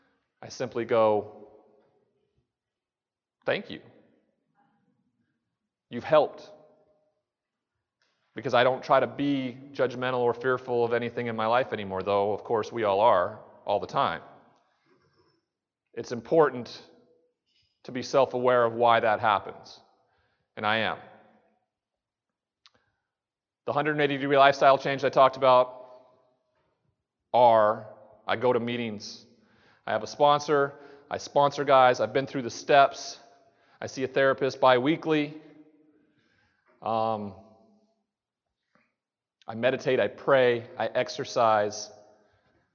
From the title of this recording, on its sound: 2017 TAAP Conference KEYNOTE